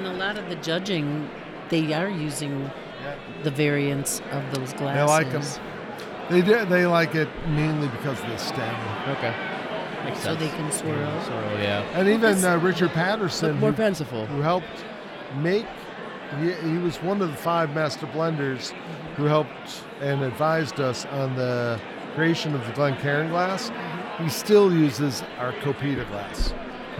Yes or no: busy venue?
yes